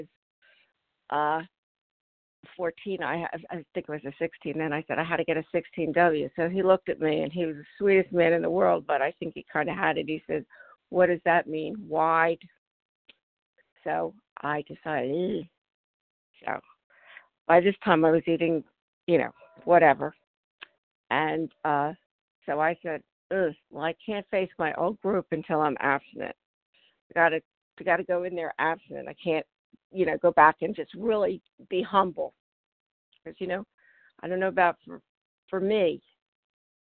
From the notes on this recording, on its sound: From the 100 Pounders Phone Meeting.